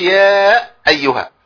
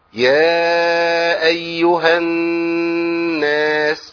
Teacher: اقول يا ايها الناس من الالف للهمزه على طول · Shown in: second take